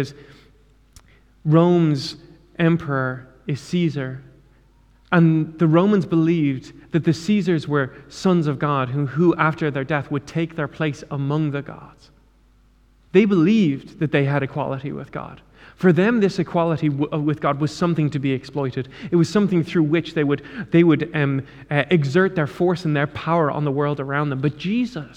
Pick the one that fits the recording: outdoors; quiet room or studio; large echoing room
large echoing room